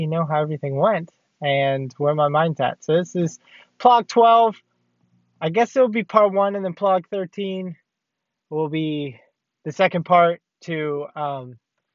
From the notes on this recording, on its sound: I am driving to Sacramento. These are the emotions I feel as I make the drive.